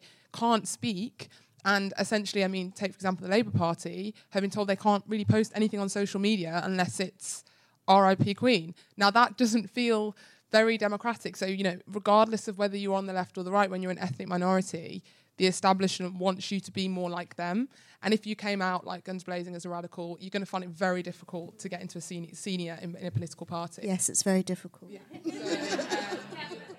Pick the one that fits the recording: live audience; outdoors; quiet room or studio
live audience